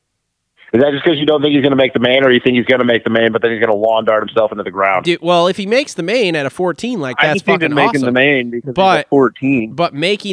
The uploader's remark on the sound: jump on the phone